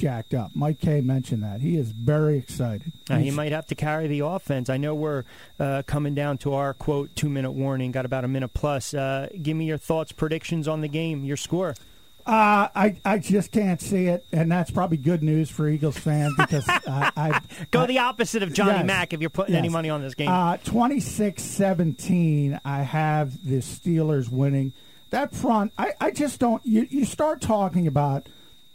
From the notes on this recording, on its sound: We apologize for the scrappy audio. We are dealing with connectivity issues and working to get it fixed as quickly as possible.